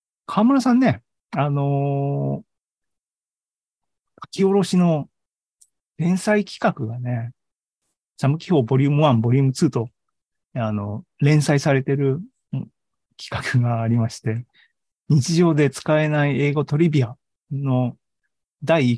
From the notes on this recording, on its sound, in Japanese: ２０２３年３月２９日に開催した ZOOMライブの模様です